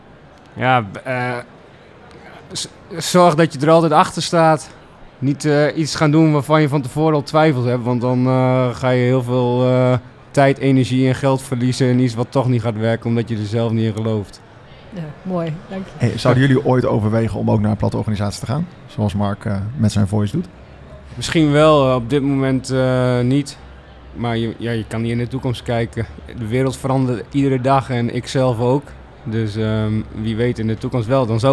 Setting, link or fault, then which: setting, busy venue